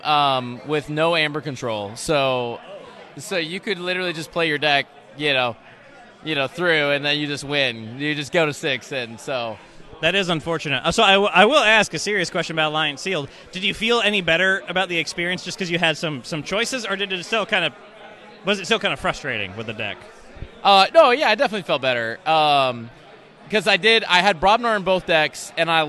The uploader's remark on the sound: audio logs from day one of KeyForge Celebration 2022